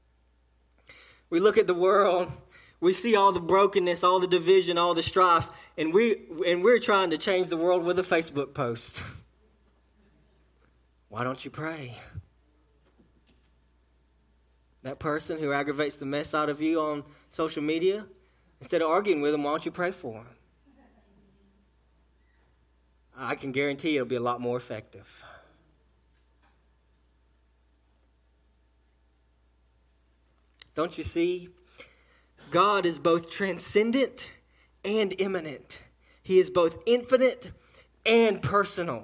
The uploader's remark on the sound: A message delivered to Cottondale Baptist Church in Eastman, GA